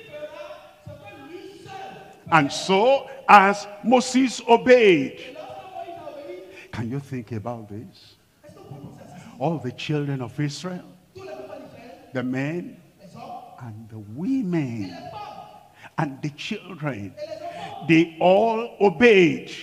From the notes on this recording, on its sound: Live from Lomé, Togo.